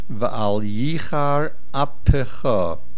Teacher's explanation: The word Yichar, the accent is on the Yud.